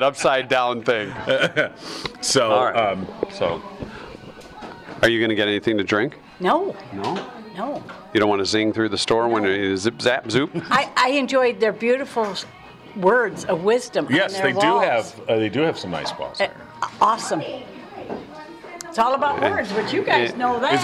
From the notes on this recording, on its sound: The show is on the road at Howell Nutrition